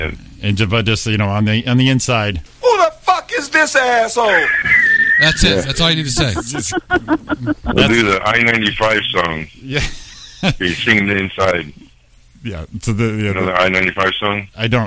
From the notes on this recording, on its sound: joins us on the phone!